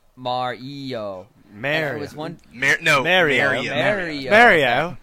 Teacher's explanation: the British pronounce Mario with a long A